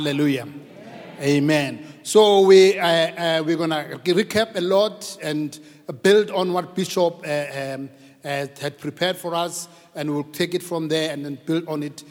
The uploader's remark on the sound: preached at Grace Bible Church Pimville on the 20th of February 2022